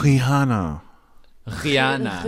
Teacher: words starting with R in Portuguese do not get rolled like they do in Spanish. They make a kh sound, almost like an Afrikaans G